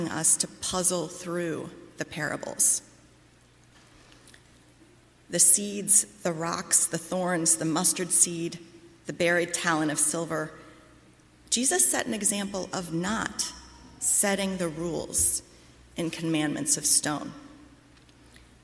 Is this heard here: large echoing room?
yes